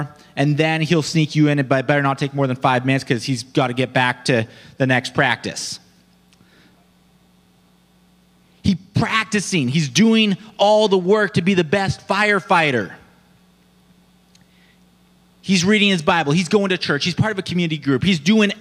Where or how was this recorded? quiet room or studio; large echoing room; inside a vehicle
large echoing room